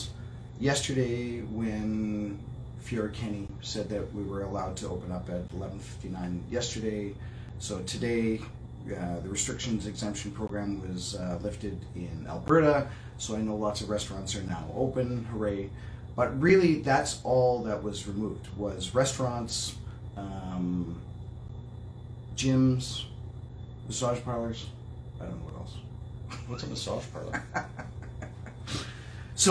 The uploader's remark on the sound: Press conference